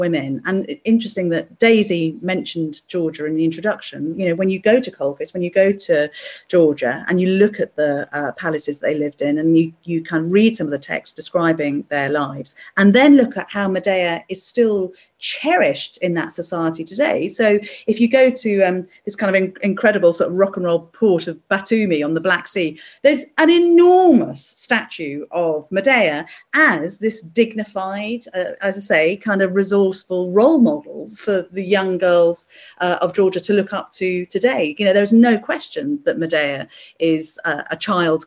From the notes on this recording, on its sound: This talk was recorded at the online 5x15 event in May 2021.